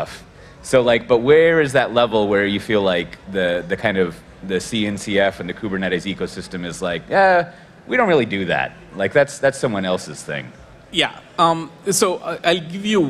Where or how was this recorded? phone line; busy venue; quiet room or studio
busy venue